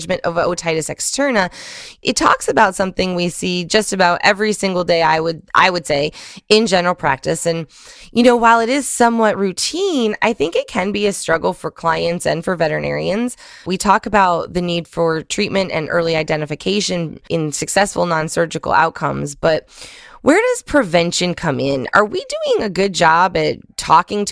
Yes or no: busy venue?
no